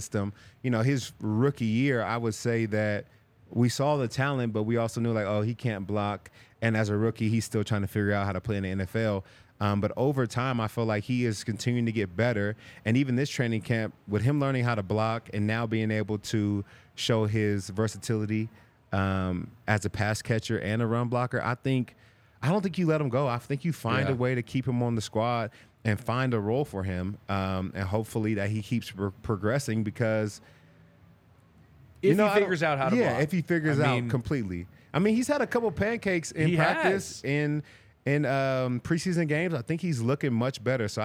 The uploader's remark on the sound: coming to you LIVE from the DNVR Bar